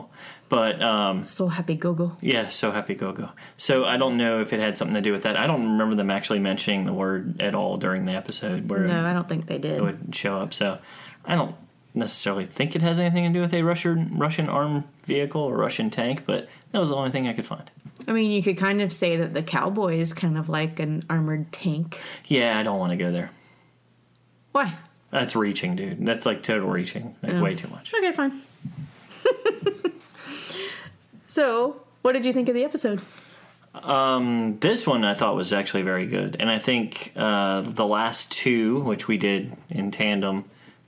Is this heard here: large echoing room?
no